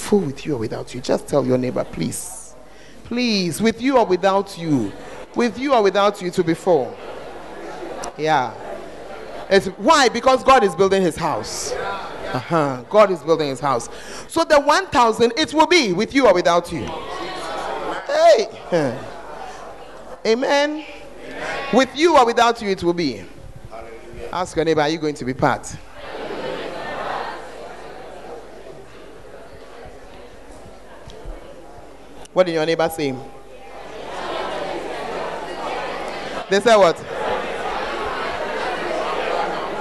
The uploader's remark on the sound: Preached At The 100s and 200s Camp